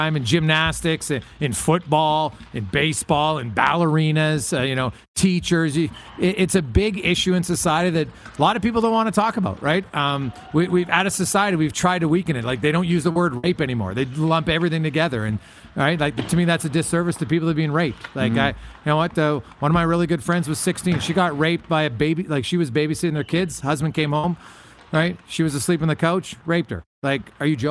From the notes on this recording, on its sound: Back for Week 2 LIVE from inside Rogers Place in Edmonton, Alberta. Site of the 2022 World Junior (2.0) championships!